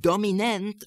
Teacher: you just heard me say the word dominant with that stress on the final syllable, as I'm giving it more importance.